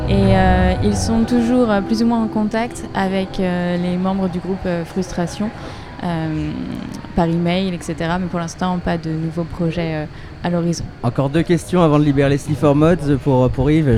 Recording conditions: busy venue